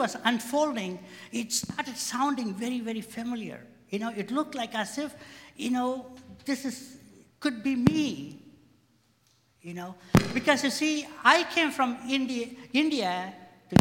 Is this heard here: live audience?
yes